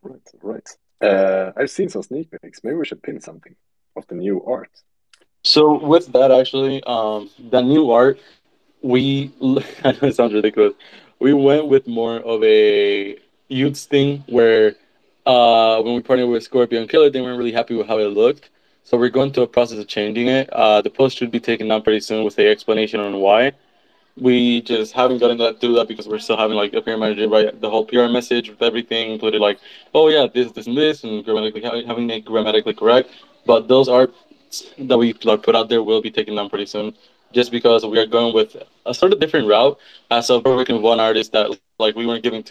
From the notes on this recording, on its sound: The content in this podcast is a recorded Twitter space hosted on the 31st of October 2022.